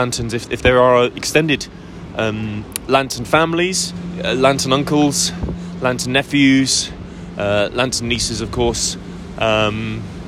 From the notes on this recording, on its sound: Live from the Streets of Soho.